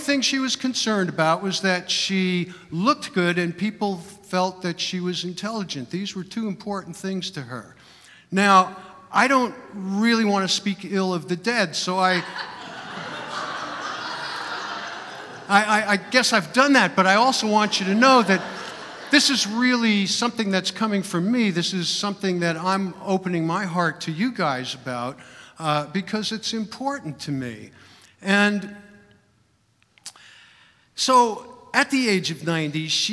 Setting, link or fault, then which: setting, live audience